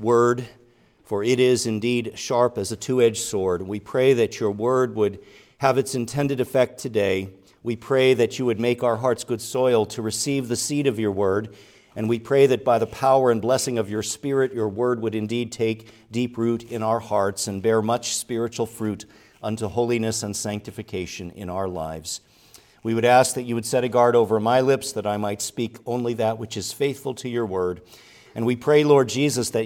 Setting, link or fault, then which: setting, large echoing room